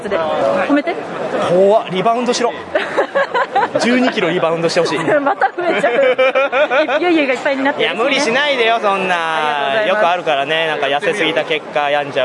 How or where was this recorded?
busy venue